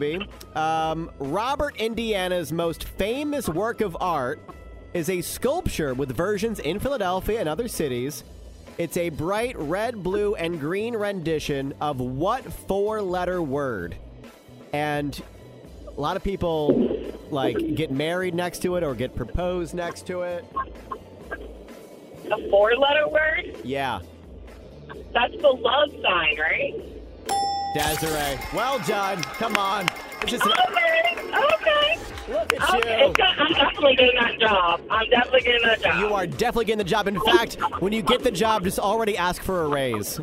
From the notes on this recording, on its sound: Listeners call